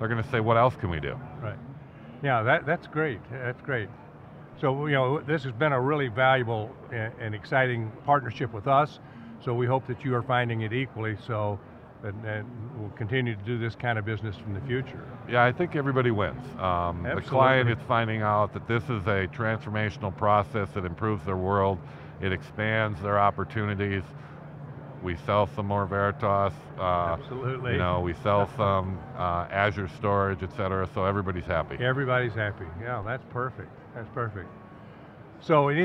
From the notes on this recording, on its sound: live from the Microsoft Inspire conference